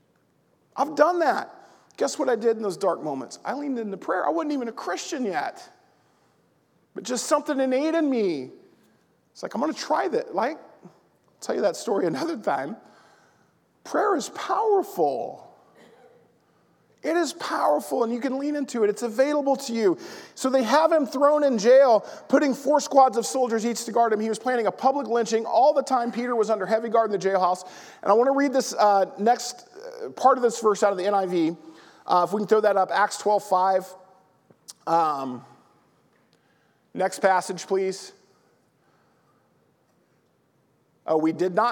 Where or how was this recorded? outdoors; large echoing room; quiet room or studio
large echoing room